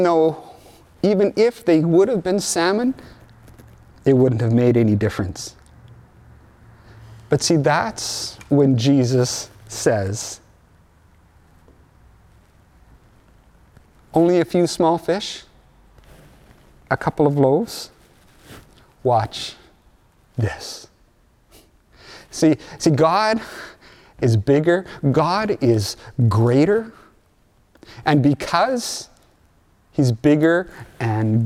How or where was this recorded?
large echoing room